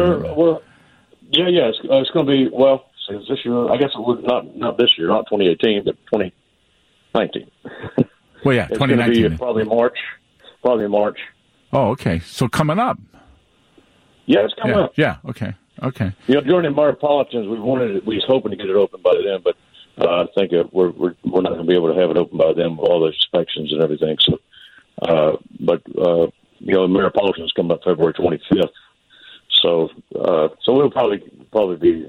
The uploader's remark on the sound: by phone